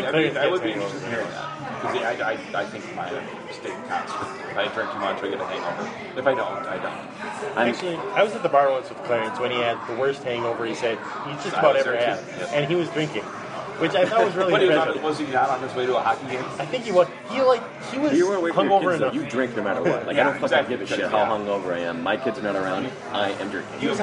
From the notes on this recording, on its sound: met up at Stout's Pub to record the first episode of 2015